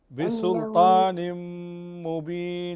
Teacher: تنوين وبعده الميم من حروف الإدغام بغنة